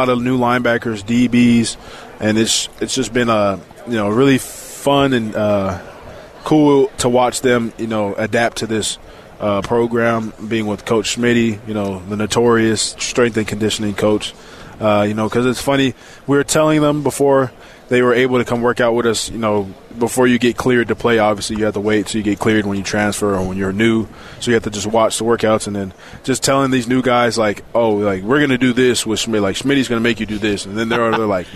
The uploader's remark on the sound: LIVE from Big-12 Media day